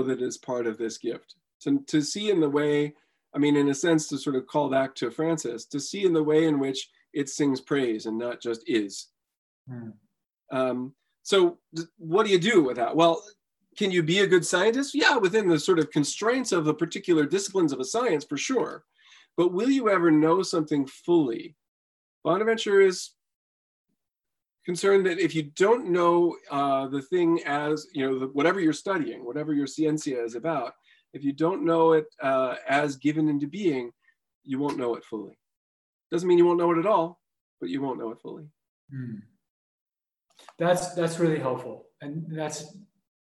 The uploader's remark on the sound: A webinar lecture. Part of a spring webinar series.